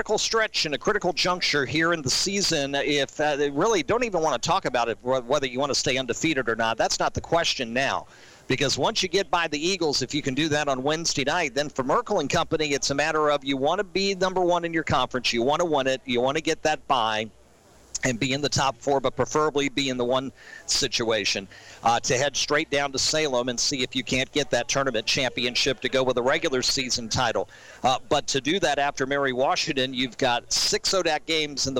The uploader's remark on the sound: As heard LIVE on 102.9 The Mater live at Sports Page Grille in Ashland.